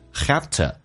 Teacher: Have to 可以缩写成 have to, V 说成 F, to 说成 t